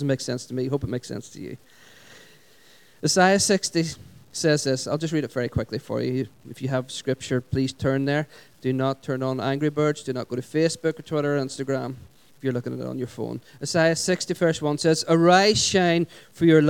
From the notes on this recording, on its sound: Recorded at our Sunday Celebration at Dungannon Integrated College.